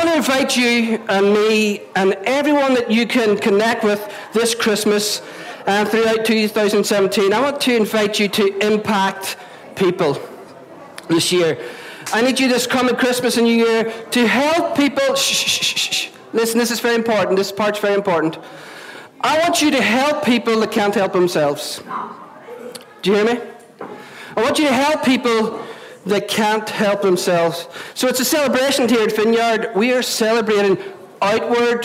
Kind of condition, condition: setting, large echoing room